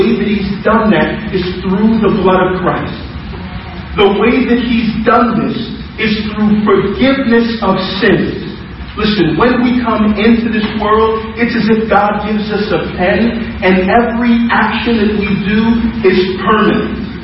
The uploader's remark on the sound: For our First Service as Cornerstone Church. We apologize for the low audio quality.